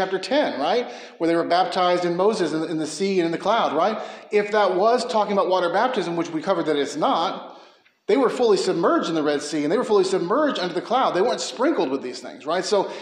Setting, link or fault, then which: setting, large echoing room